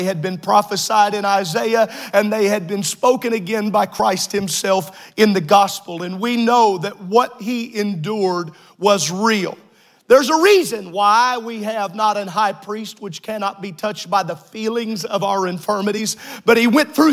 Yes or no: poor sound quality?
no